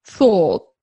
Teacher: And now go even further with it and just keep the lips round and go thought. And just only unround when you get to that T at the end